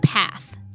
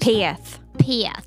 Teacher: There's what's called a voiceless TH sound.